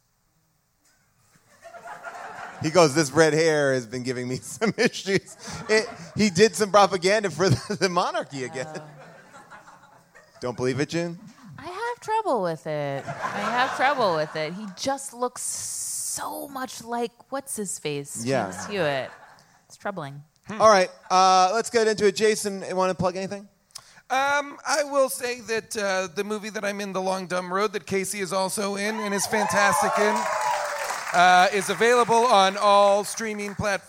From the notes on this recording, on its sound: Recorded live from the Largo theater in Los Angeles